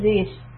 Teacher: the Ra here is soft because there is a Kasra before it, so keep the tongue down